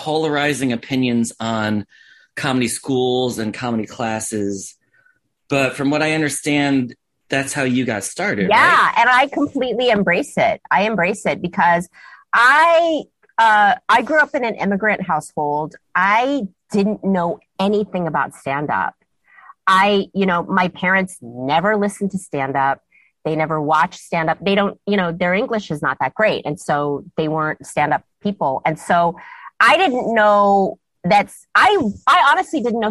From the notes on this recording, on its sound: sat down with me over Zoom